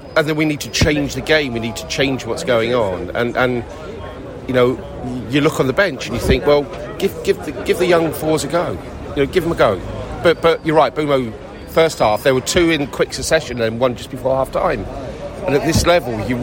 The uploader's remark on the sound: Post-Match Podcast From The Stands and Pub. We spoke to both Brentford and Brighton fans in the stands and in the pubs after the match.